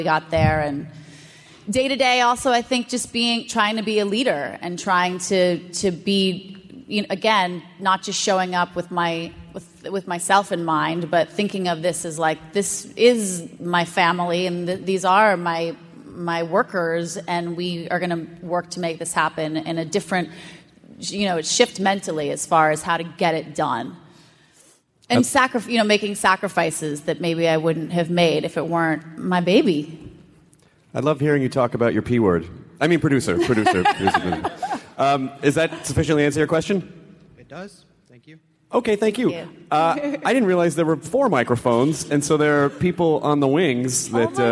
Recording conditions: live audience